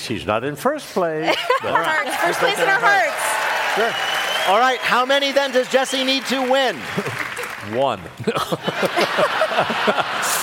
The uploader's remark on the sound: This week, we're live in LA